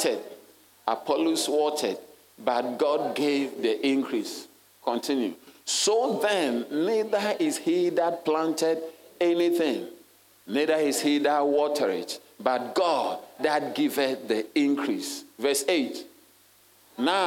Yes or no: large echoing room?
yes